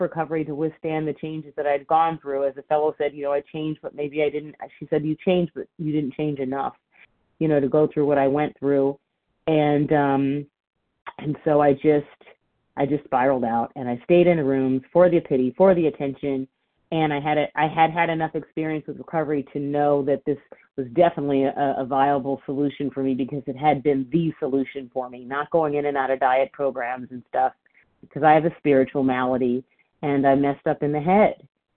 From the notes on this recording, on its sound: from the 100 Pounders Phone Meeting, 6/21/23